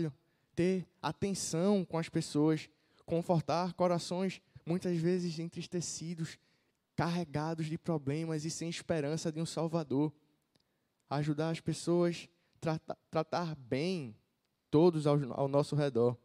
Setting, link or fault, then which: setting, large echoing room